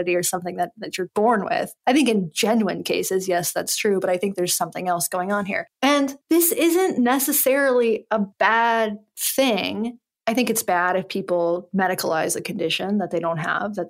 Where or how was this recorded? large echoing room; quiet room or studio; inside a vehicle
quiet room or studio